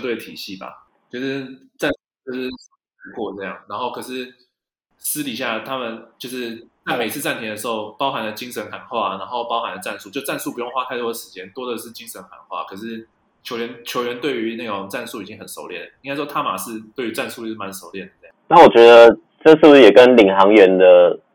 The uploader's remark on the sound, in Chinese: 本集為我們第一次錄製，錄音品質還沒有很好，請多多包涵。